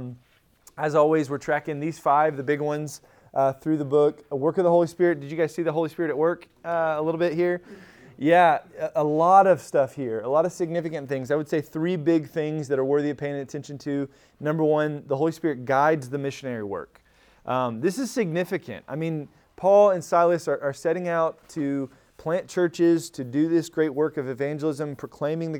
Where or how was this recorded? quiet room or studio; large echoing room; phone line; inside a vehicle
large echoing room